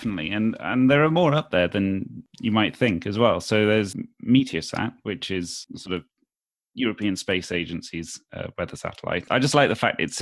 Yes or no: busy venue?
no